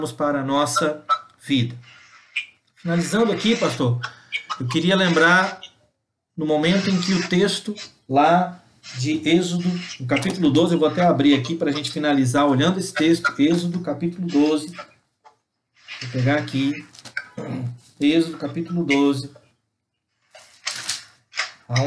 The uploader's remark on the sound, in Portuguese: Palavra compartilhada em uma Live no Instagram